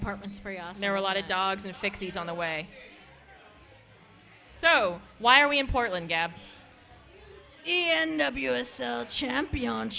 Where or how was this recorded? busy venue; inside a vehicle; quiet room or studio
busy venue